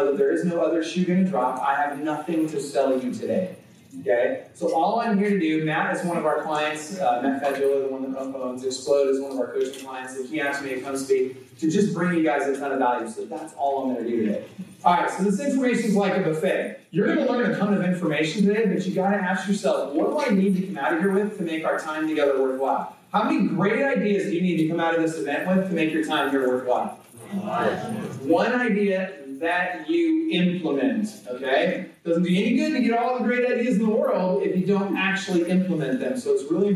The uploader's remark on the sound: presents at the Xplode Conference